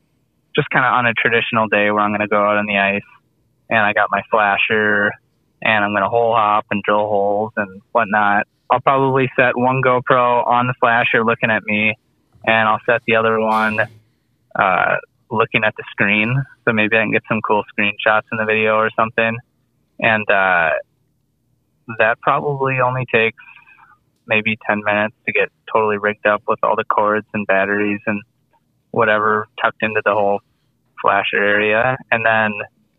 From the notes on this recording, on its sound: We are also caught "off guard" by a call